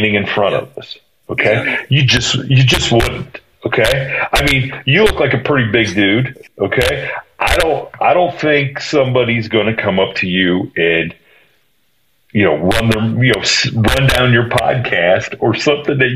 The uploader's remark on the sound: Our apologies in advance for the poor audio content. We were out of town and were having all kinds of internet and technical issues.